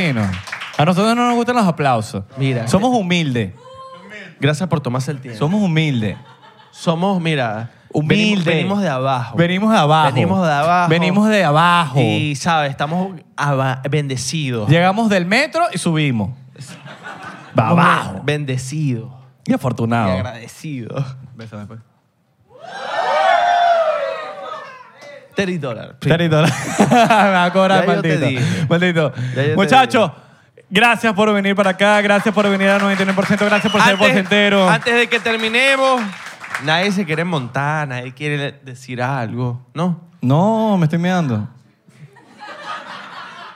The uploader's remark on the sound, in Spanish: En vivo en New York. En vivo desde "Broadway Comedy Club" en la ciudad de Nueva York.